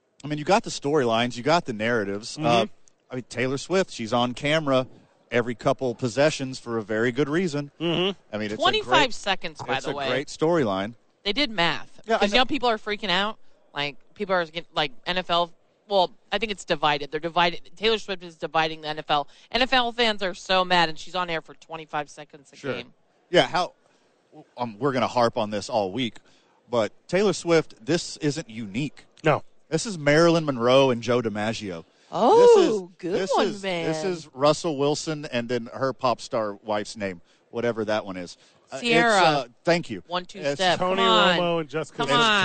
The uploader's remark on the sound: live from Radio Row